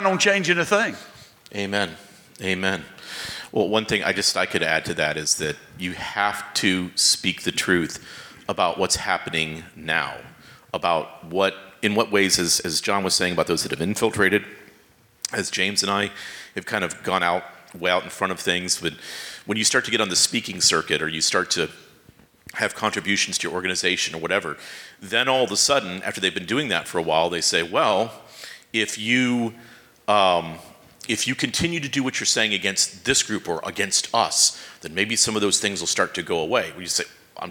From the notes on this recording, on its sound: At the "With Liberty and Justice for All" conference in Clearwater, FL, a thought-provoking panel took place.